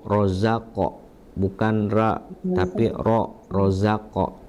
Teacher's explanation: hukum ro ketika berharokat fathah dibaca tebal.